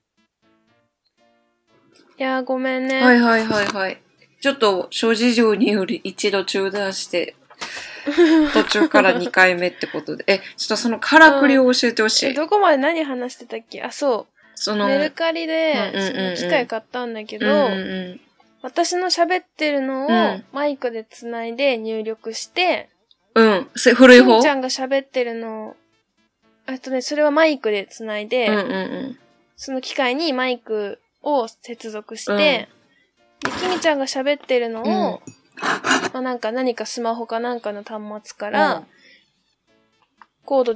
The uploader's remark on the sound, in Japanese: 新しい収録の機械にチャレンジして失敗しました！途中で爆音が入ります。お聞き苦しいですがどうぞ。